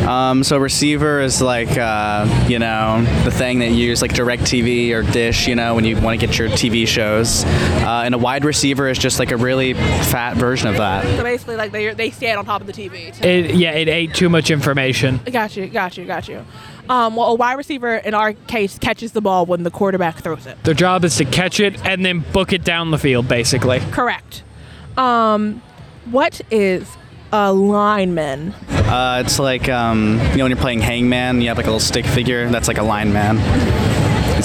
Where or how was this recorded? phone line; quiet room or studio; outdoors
outdoors